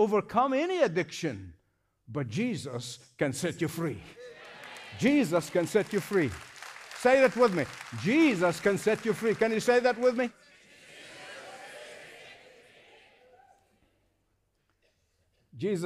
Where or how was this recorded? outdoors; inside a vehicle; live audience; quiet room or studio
live audience